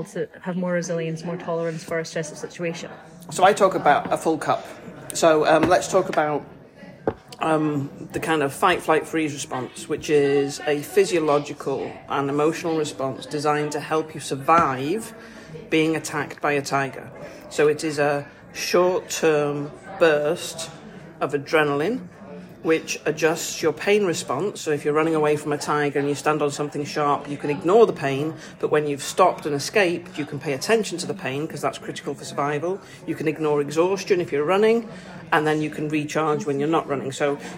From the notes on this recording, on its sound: this episode is recorded in a restaurant so may have more background noise than a usual podcast